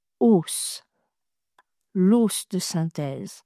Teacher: Pourquoi avait-elle prononcé « os » l'os de synthèse, avec un O fermé, alors que j'explique souvent à mes élèves qu'au singulier, le son du O dans le mot os n'est pas le même qu'au pluriel.